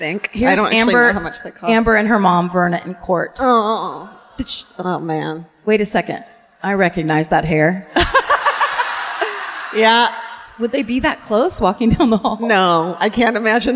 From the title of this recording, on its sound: Live at the Toyota Music Factory in Irving (Texas)